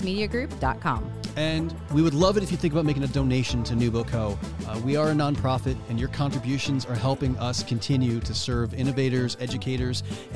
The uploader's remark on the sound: come to you live from EntreFEST in Iowa City